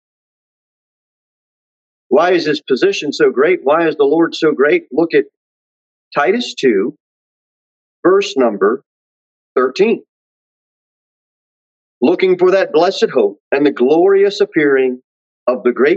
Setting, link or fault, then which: setting, large echoing room